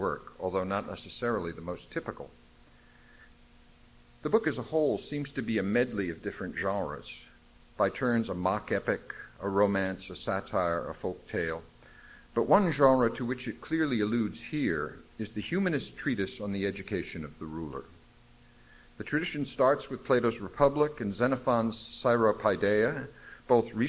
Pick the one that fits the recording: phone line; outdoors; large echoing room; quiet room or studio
large echoing room